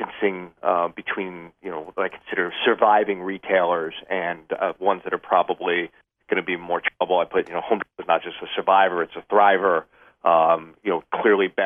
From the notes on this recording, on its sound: Jumps on the phone.